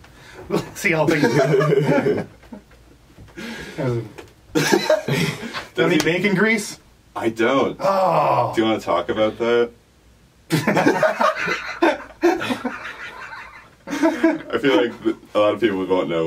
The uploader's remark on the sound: The Audio is pretty bad on this one, I apologize